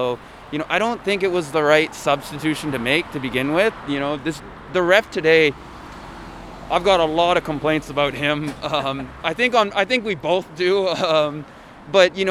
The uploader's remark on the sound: As usual we find ourselves walking back to the station from the Nissan Stadium after the Yokohama F.